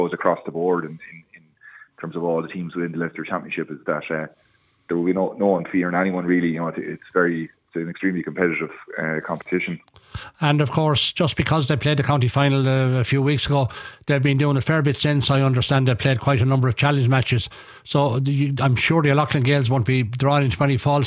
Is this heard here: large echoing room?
no